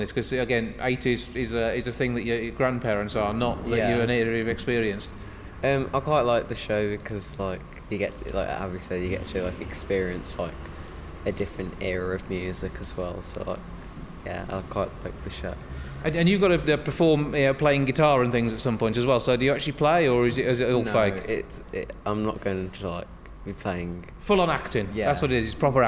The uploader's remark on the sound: Recorded at The Light House Media Centre, Dudley Zoo and The Grand Theatre